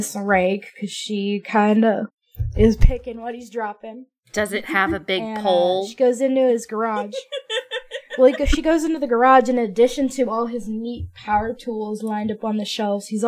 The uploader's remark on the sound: the audio quality on this one is not up to usual standards